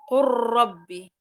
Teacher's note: اللام ساكنة وأدغمت في الراء، يعني لا نختصر فقط الإدغام على النون والميم فقط، لا بل هي حتى في الحروف الأخرى تحديدا موجودة أيضا من اتحد في نفس المخرج وهو اللام مع الراء، فنقول قل ربي، هذه طبعا تقرأ قل ربي وليست قل ربي، لا بل تدغم اللام في النون.